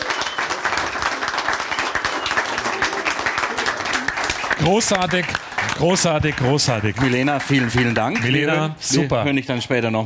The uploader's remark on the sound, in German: Das Live-Event in Coburg. Während ihrer Wohnmobil-Tour haben die beiden am 26.09.2023 eine Podcast-Folge live vor Publikum aufgenommen. Die Location war auch besonders - unterm Zollinger Dach am Coburger Güterbahnhofgelände war der Aufzeichnungsort. Dort begrüßten die zwei rund 30 Zuhörer und Zuhörerinnen.